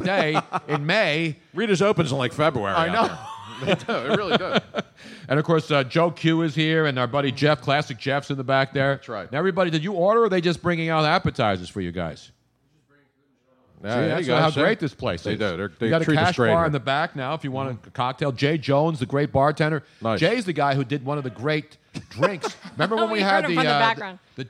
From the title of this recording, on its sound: Live from MOONSHINE